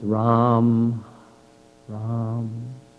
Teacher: But the A is silent on the ma. So it's Ram, Ram.